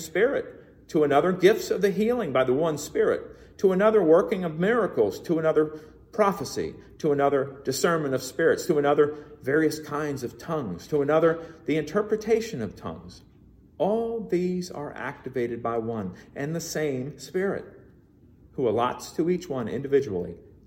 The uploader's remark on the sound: Recorded in the MPPC sanctuary